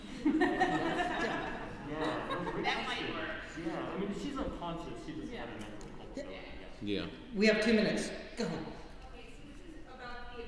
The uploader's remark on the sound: Recorded Live at SDCC 2022. Recorded at San Diego Comic Con.